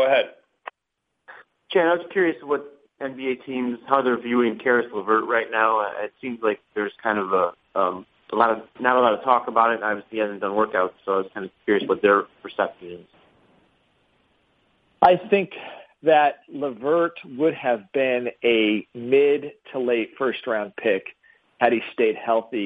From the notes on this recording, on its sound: hosts a conference call